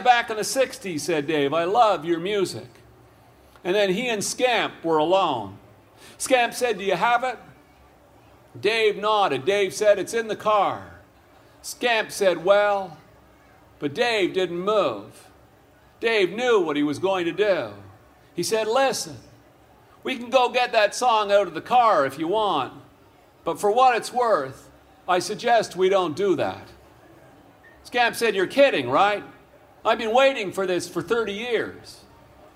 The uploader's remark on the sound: The story The Lost Chords was recorded that day at Hillside Festival.